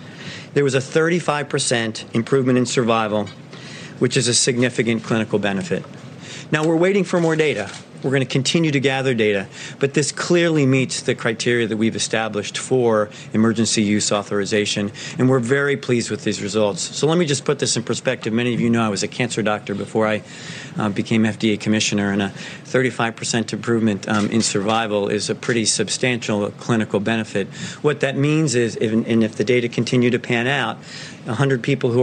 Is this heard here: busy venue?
yes